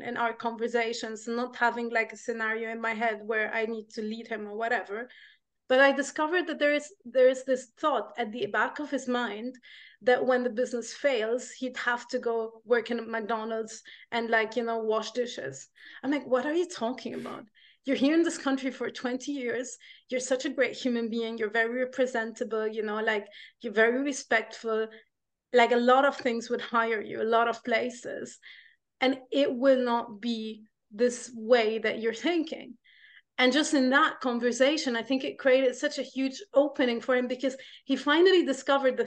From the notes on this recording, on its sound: LinkedIn Live audio event. On a Zoom call.